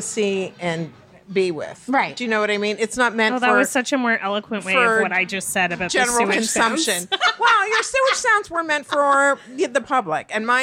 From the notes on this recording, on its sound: Take the show to a bar for live questions from folks with problems enjoying cocktails.